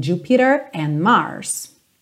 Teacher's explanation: Mas a tendência do inglês americano é mesmo fazer o rarará no T.